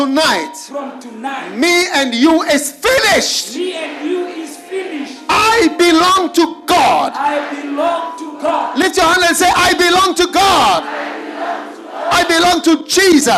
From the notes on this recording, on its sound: Preached at the Healing Jesus Crusade, Thika-Kenya, from the 29th November-1st December, 2022